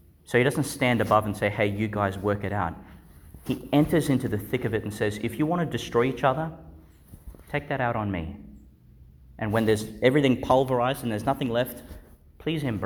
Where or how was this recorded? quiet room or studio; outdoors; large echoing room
large echoing room